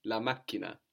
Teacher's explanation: And it's a double consonant, no? Because we have C and then C-H, so that makes us hang around a little bit on the k sound